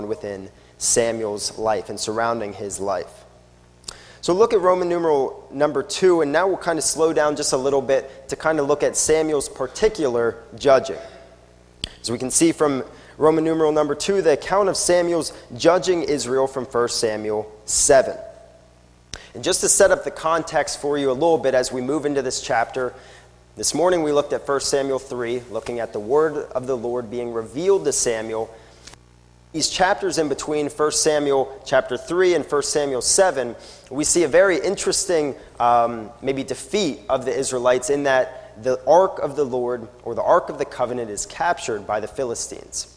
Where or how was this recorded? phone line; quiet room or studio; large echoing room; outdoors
large echoing room